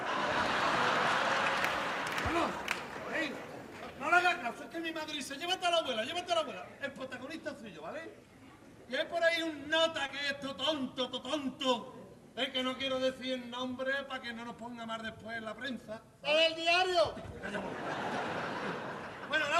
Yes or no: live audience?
yes